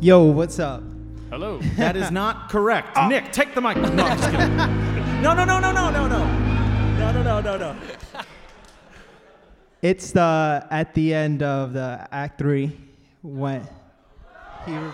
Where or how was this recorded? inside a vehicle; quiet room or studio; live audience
live audience